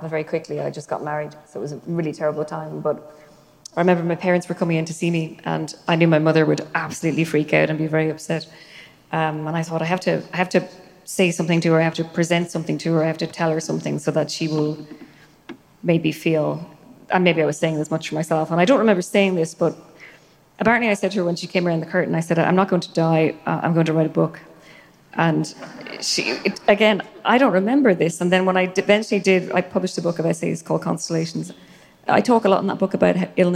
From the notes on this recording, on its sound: as part of a live event recorded last year during the Chicago Humanities Festival